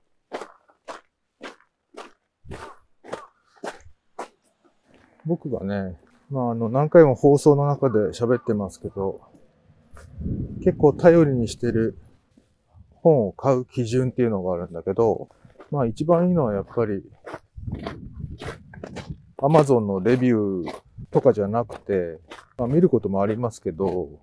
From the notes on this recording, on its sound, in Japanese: 冬のお散歩収録。ある日、晴れた日のお散歩収録です。